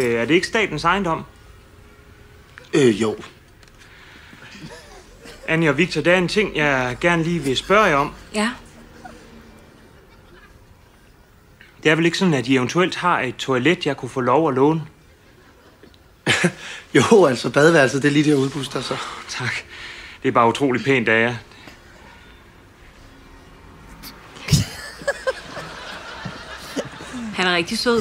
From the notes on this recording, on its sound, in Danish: En publikummer kommer tilmed op på scenen og forklarer alt muligt.